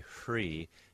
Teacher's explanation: it's essentially a voiceless R, free. And that is a sound that's not that far away from a th sound.